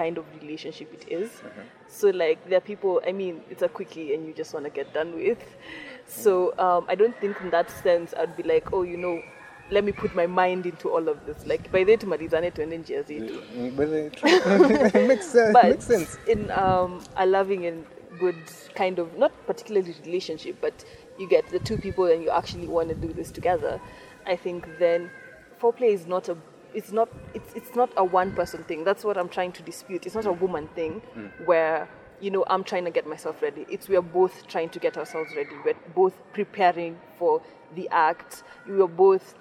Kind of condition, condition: fault, wind noise